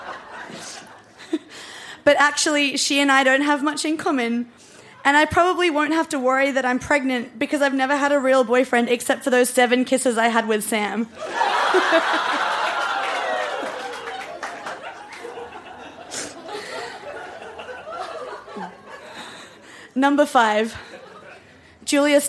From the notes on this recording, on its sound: Recorded live at the Woodford Folk Festival